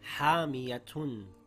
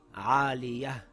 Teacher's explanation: When we are reading and come to a stop, we change it to a ha with sukun. · Shown in: second take · Now the word reads hamiyah with a ha at the end.